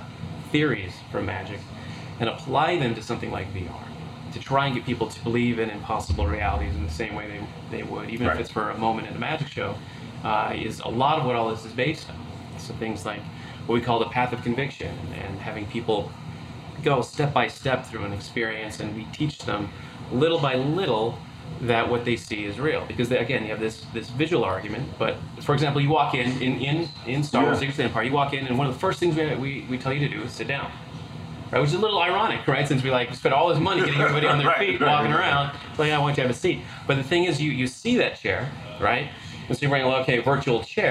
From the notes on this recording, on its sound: Courtesy of Disney's IMX Lab, and recorded live at the Disney Accelerator.